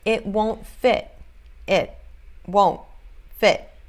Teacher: A gente segura o T. Você não fala o T com toda a sua força. · Term: held T